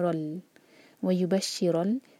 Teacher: را اور لام کے بیچ میں جو الف ہے اس کو نہیں پرناؤنس کریں گے، یہ حمزۃ الوصل ہے، یہ پرناؤنس نہیں ہوگا